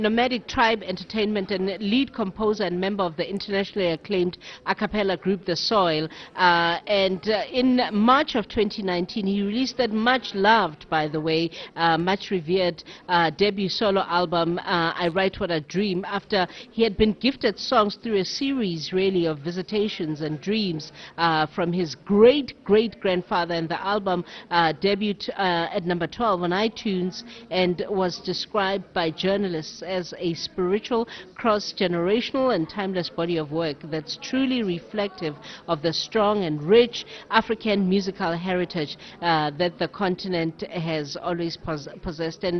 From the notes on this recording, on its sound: Live at State Theatre. Live at the South African State Theatre (Tshwane).